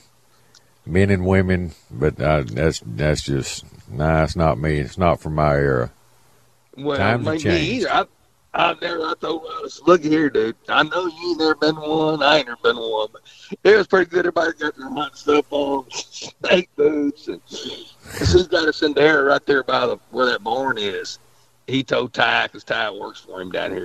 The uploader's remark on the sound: We also open the phone lines.